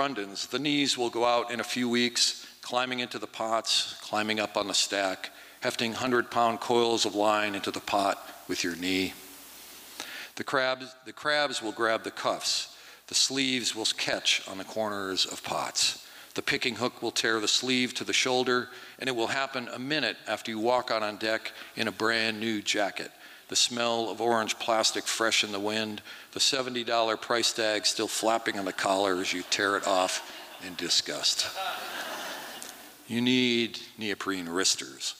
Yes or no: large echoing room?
yes